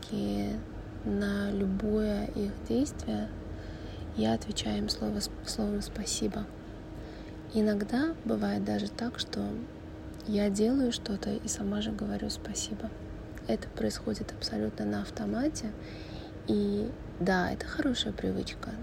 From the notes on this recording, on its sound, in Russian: Этот выпуск я записывала на телефонный диктофон, поэтому заранее простите за качество.